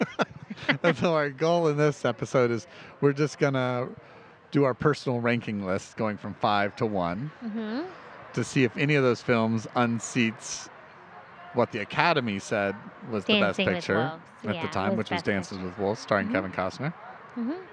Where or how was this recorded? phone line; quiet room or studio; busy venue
busy venue